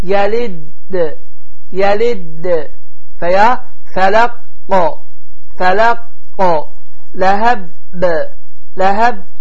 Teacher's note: Baxın, hava axını tamamilə dayandı, ləm yəlid. Sonra isə dayandıqdan sonra bir müddət hava axını dayanır, sonra isə hərfin səsi təzdən tələffüz olunur və buna da qalqala deyilir.